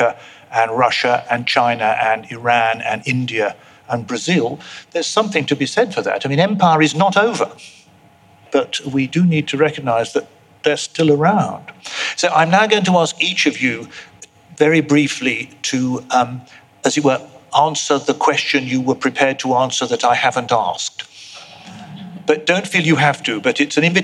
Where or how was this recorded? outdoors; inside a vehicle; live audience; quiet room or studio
live audience